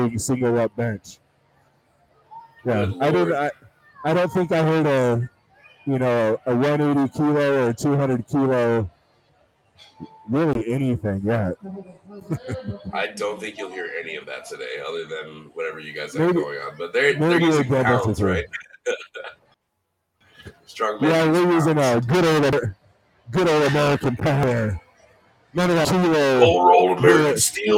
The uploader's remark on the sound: Live from #crownmountain